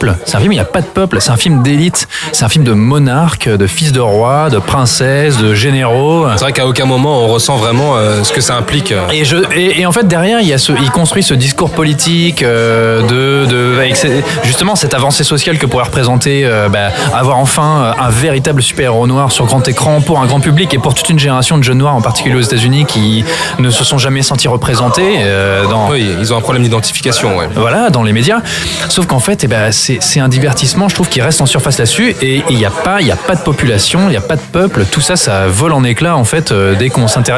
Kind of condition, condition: setting, busy venue